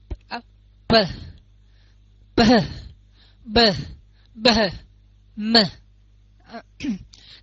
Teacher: À, âm môi thì là gần gần như tiếng Việt rồi, mình hai môi mình gặm lại và mình bật ra, b m. Thì chữ p mà đọc nhanh á thì nó p p ha, chữ p á quý có nhiều người không có phân biệt được chữ p và chữ b.